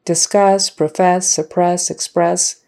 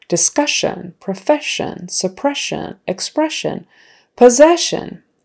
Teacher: But now we're going to make it into a noun by putting I-O-N, S-I-O-N at the end. And all of a sudden we now pronounce it with an S-H sound. · Shown in: second take